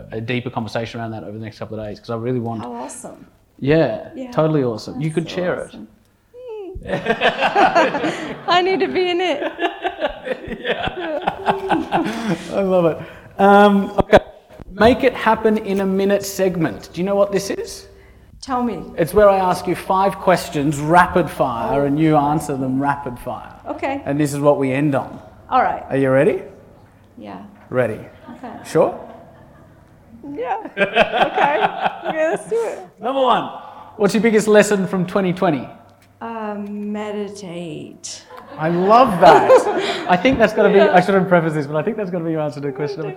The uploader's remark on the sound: Live Interview. Filmed live from The Entourage's exclusive event for Members, The Entrepreneurs' Assembly. Featuring a Q&A from our Elevate and Accelerate members.